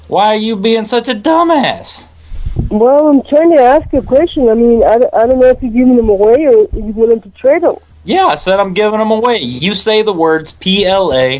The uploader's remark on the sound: RBCP's Personal Prank Phone Calls Collection